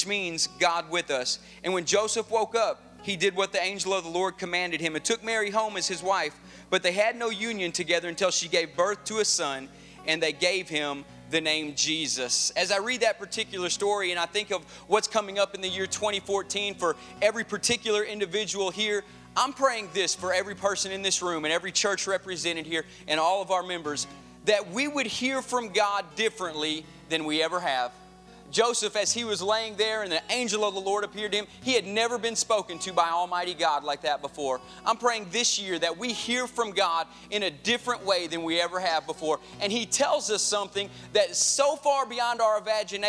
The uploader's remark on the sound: Advent Conspiracy Midnight Christmas Eve Service 2013 (Audio).